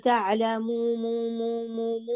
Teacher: لأنه مجاورتها للميم طيب والميم مركب فيها الغنة، فأنت سحبتي الغنة على الواو قلتي تعلمو مو مو مو مو، ما رجعتي للوتر، ما رجعتي للحنجرة ودفعتي صوت الواو المد من الحنجرة.